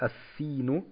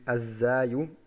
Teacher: Es gibt hier nicht diesen Hinterton beim Sin, den es beim Sei gibt, also das Summen. · Term: Stimmhaftigkeit